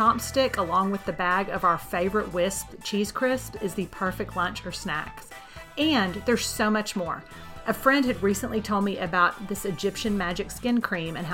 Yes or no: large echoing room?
no